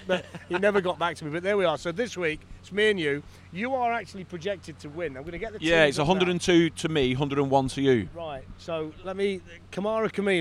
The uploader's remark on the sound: Live from Wembley. The Fumble is being recorded right outside Wembley Stadium, right where the NFL tailgate will be next week and fans are filing past to go and watch Spurs v Barcelona in the Champions League.